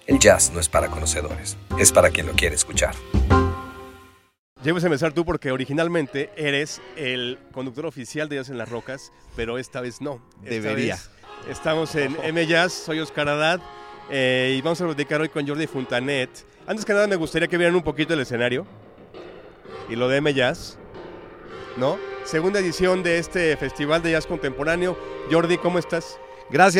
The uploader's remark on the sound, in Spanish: Un programa especial de M Jazz, desde la sede del festival.